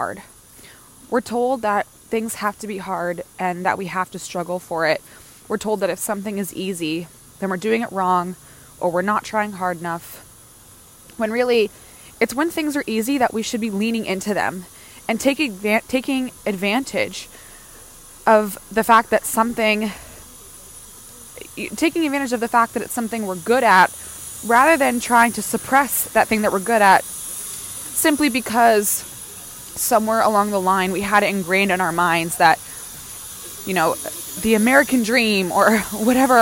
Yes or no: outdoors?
yes